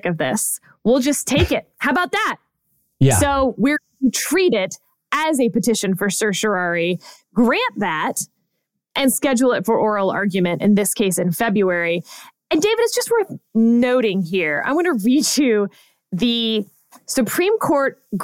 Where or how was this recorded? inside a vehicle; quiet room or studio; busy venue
quiet room or studio